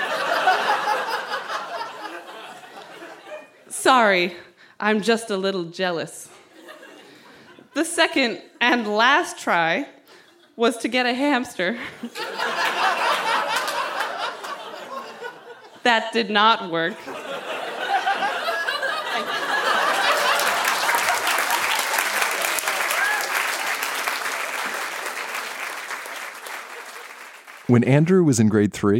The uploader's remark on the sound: Recorded live at the Spice Factory in Hamilton, Ontario.